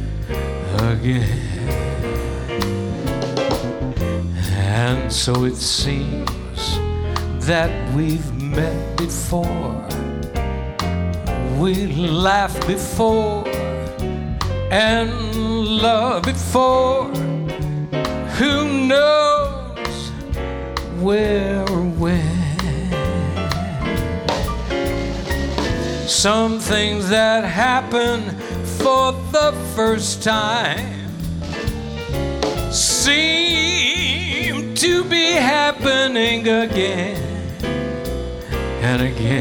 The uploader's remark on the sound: Live at the South Point Casino.